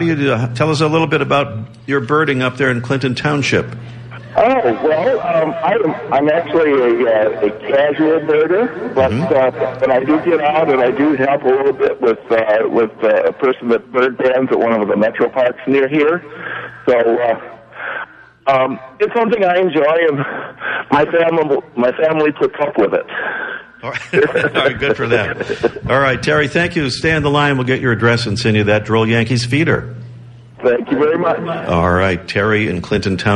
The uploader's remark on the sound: Live from the Boston Museum of Science